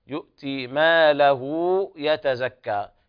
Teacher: مد الهاء بمقدار حركتين عند الوصل. الذي يؤتي ماله يتزكى، يتزكى، هكذا الياء ترقق، وكذلك الألف تمد اثنين بمقدار حركتين.